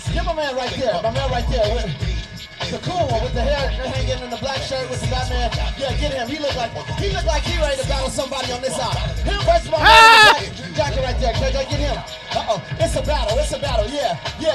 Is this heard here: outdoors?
yes